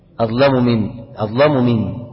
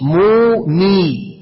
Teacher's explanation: ان انت تضم الميم الاولانيه ضمه واضحه وتكسر الميم الثانيه كسرة واضحة · Shown in: second take